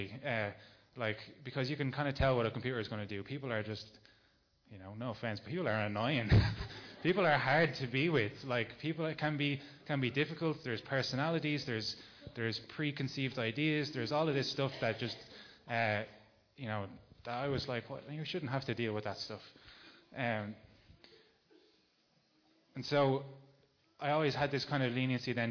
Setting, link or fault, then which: setting, large echoing room